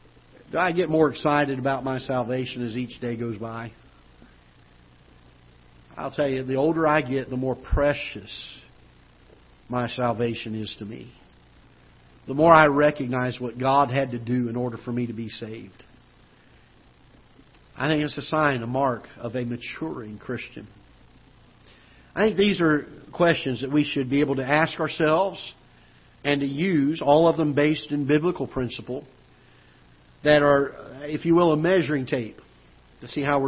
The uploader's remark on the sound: Ketha Heights Baptist Church ~ Live Broadcast